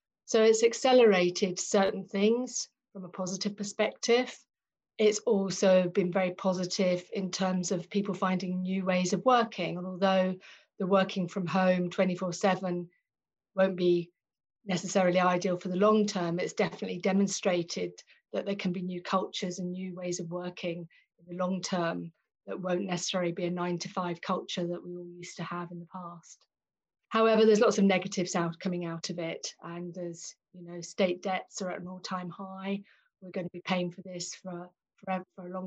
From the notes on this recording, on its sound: joined over Zoom